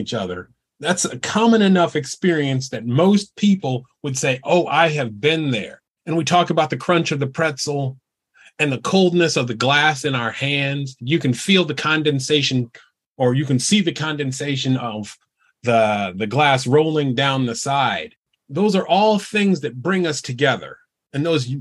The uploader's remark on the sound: virtual open mic